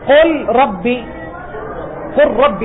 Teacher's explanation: تزول اللام، تقرأ راء مشددة. الإدغام هو النطق بالحرفين كالثاني مشددا.